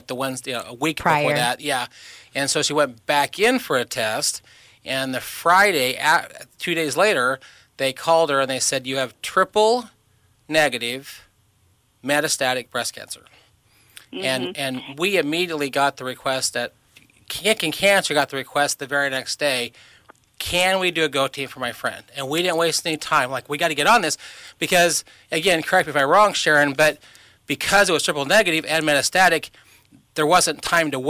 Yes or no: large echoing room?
no